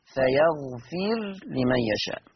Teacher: أما ورش عن نافع فيقرأ فيغفر، ها، بسكون الراء، فلما تبقى الراء ساكنة وما قبلها مكسور فتبقى مرققة